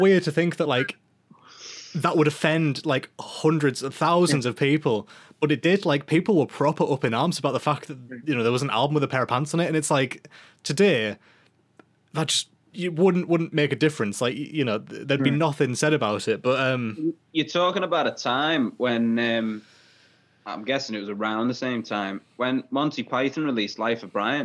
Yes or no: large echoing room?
no